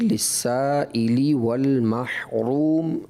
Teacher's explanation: والمحروم میں را جو ہے وہ پیش ہونے کی وجہ سے پر ہے، اور وقف میں جو ہے سکون وقفی کی وجہ سے